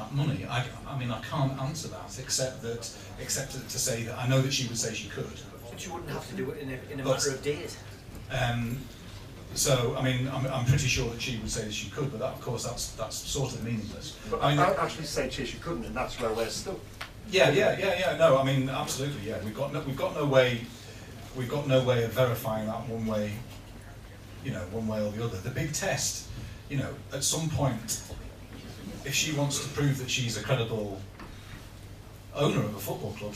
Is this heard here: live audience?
yes